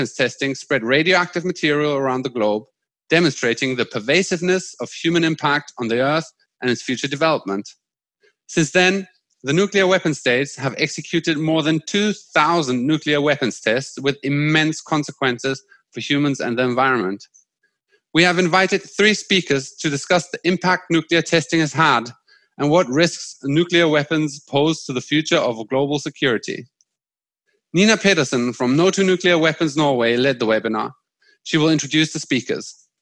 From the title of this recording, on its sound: Webinar